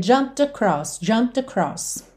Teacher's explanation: Então, eu já tô lábio com lábio na hora do P. O E não é pronunciado, eu já vou do M direto pro D.